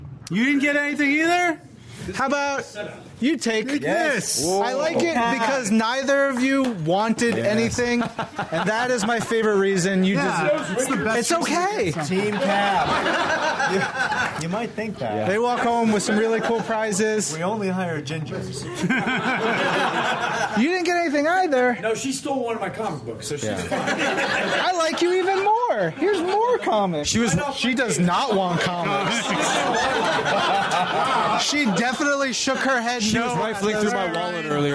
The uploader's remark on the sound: Live from Zeus Comics in Dallas, Texas!